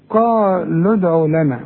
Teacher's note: هنلغي الواو دي، هنلغي المد ده تماما، كأن لام مضمومة فقط لا غير